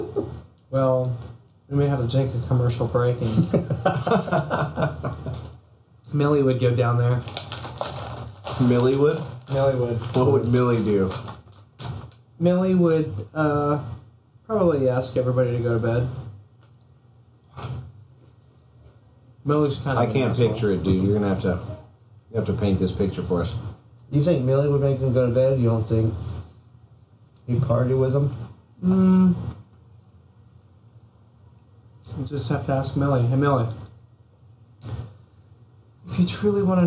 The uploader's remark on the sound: The sound quality isn’t what you’re used to on High-Dere.